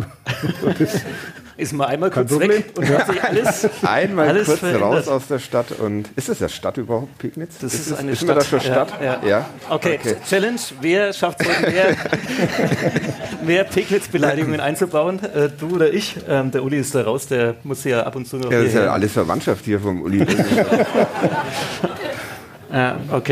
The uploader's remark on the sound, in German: Live in Pegnitz. Damit waren eigentlich schon alle Voraussetzungen für eine Live-Ausgabe von Ka Depp erfüllt.